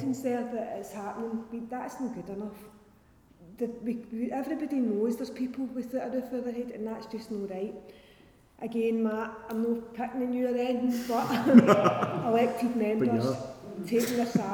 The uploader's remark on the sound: It is a recording of the Govan and South West Morning Star Readers and Supporters Group public meeting